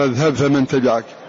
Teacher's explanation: والحجة لإضغام أن مخرج الباء من الشفتين، نعم الباء مخرجها من الشفتين، من انطباق الشفتين